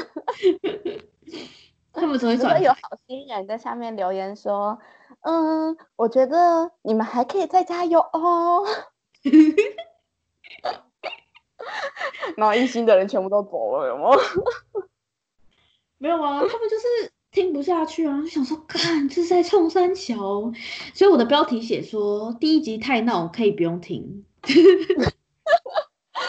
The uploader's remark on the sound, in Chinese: 此podcast極為吵鬧。此音檔一刀未剪，呈現最原始的我們。第一次遠端錄音，沒有經驗，請見諒。